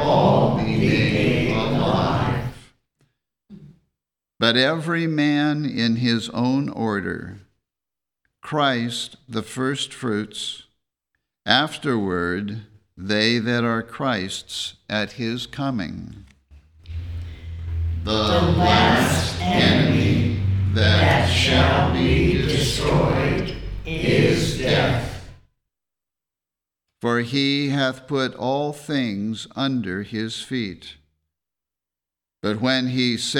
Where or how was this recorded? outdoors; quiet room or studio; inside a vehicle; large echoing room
large echoing room